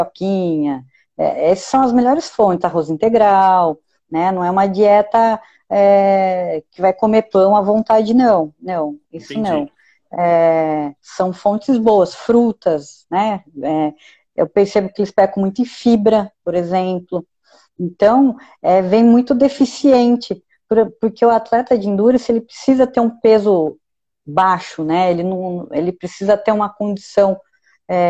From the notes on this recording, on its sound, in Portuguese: Bate-papo descontraído retirado de uma live